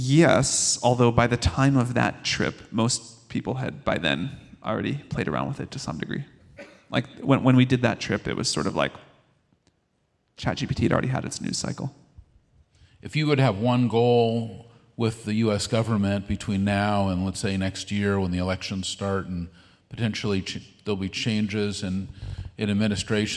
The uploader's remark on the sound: Straight from Dreamforce, the world’s largest AI & CRM conference